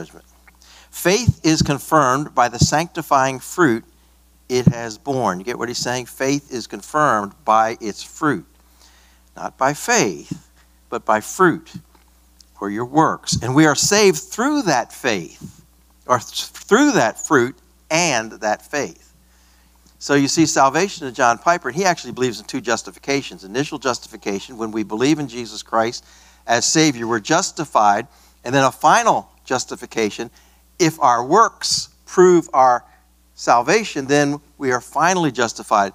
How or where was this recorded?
large echoing room